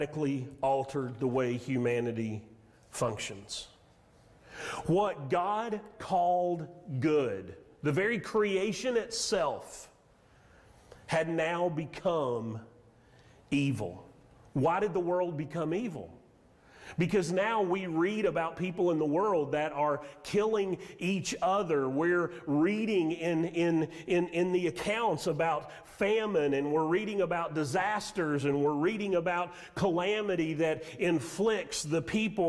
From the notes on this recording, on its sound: Sermon audio from Mission Church in Locust, NC.